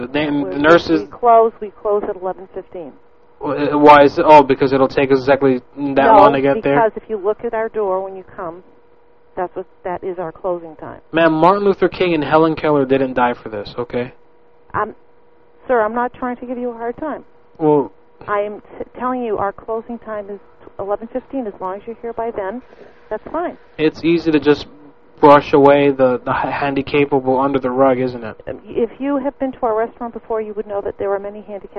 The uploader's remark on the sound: Prank Phone Calls Collection